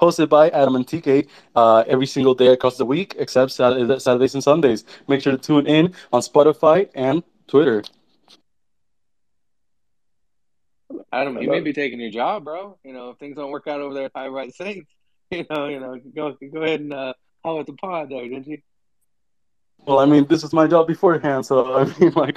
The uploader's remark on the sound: The content in this podcast is a recorded Twitter space hosted on the 31st of October 2022.